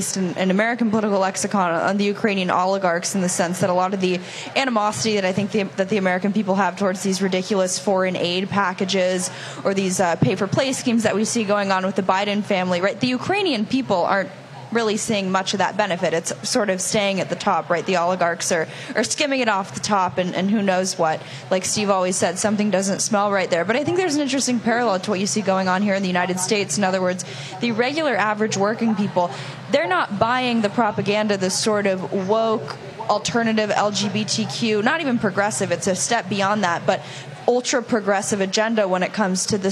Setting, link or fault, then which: setting, busy venue